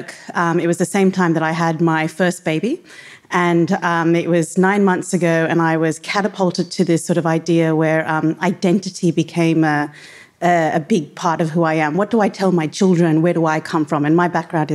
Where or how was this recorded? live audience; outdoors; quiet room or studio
live audience